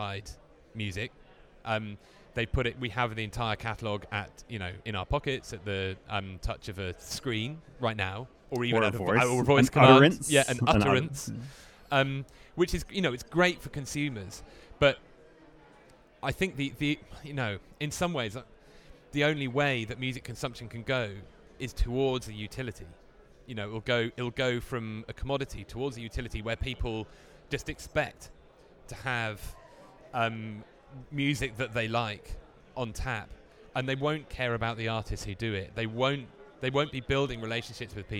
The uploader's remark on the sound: Endlesss is a finalist at Midemlab, the annual pitch competition launched the likes of SoundCloud, KickStarter, Soundcharts, and The Echo Nest. Recording interviews on the spot in Cannes!